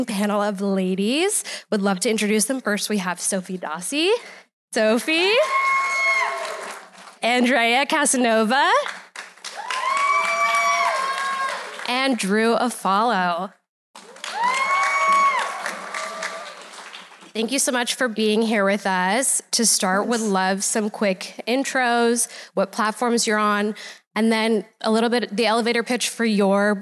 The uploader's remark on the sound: This episode was recorded live at Vidcon Anaheim.